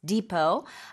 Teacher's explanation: We don't pronounce the T at the end, so it's pronounced depot.